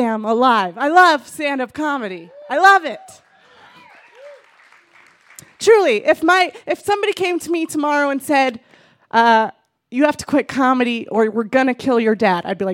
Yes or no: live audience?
yes